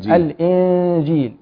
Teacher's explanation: كثير من الناس يهمل الإخفاء في كلمة الإنجيل فيظهر النون ما بعدها جيم فهنا الحكم إخفاء